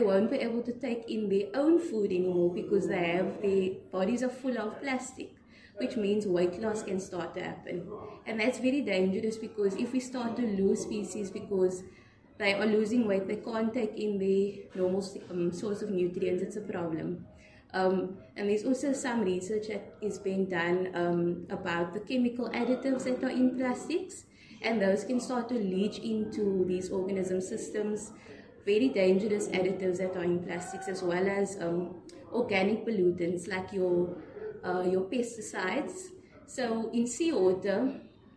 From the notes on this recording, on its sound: We are at the South African society of aquatic scientists conference in the Western Cape South Africa